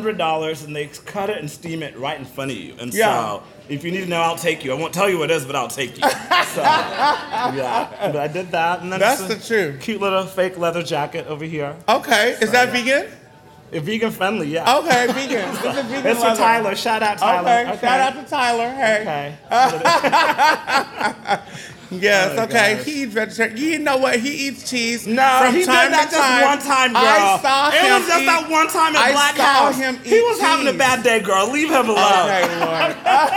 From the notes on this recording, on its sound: recording a live episode with a dynamic crowd at Tulips in Fort Worth